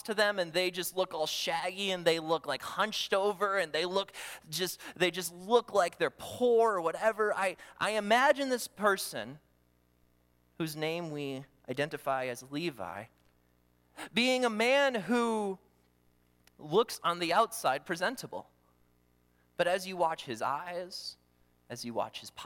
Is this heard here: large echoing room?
yes